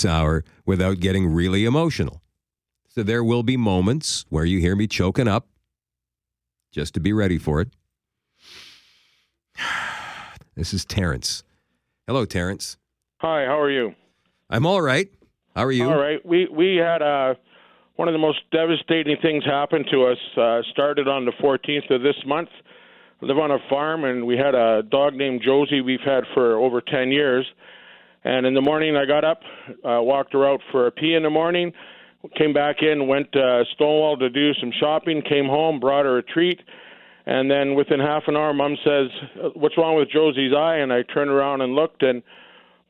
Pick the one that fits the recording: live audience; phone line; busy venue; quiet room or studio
phone line